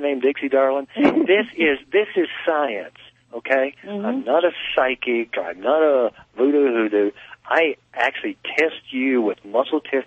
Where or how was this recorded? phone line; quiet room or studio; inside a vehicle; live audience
phone line